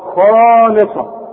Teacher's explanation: يبقى الخاء هنا ايه عالية قوي اهي خاء، واللام رؤيقة قوي والصاد مفخمة